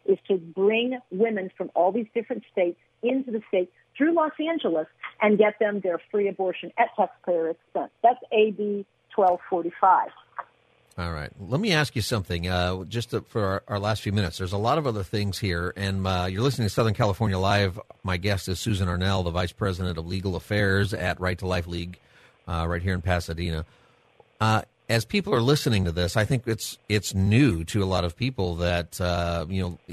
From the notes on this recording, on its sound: Callers call in to share their opinions